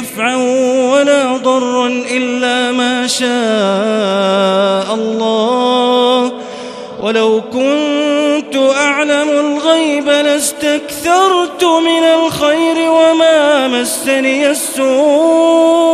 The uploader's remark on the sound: This is Live Recitation from Masjid ul-Haram in Al-Makkah Al-Mukarramah. Special thanks to Haramain Recordings for this recitation.